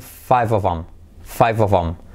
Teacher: Ese them se come la th.